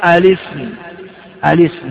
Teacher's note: نقول إيش اسم بهمزة مكسورة وجوبا، اسم وتكون إيه تلفظ بها، فإذا جاءت آل قبلها سقطت الهمزة وبقيت السين ساكنة واللام ساكنة، فوجب تحريك إحداهما ولا يمكن تحريك السين، حركت اللام الاسم، · Term: همزة وصل